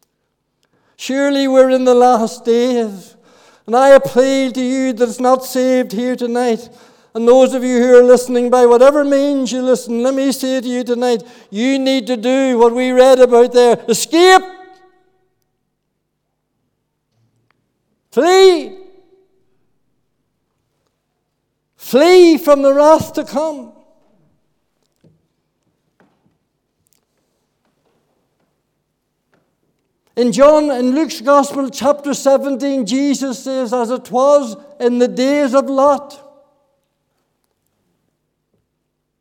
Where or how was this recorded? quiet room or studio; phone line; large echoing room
large echoing room